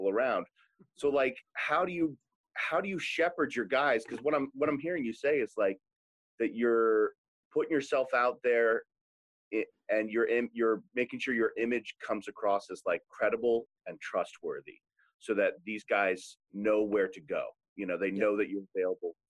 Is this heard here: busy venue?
no